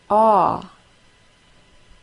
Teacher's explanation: It sounds like aw. The AW sound is created with the lips open and rounded. The jaw opens and the middle area and tip of the tongue are pushed low. The back of the tongue is raised and pushed back.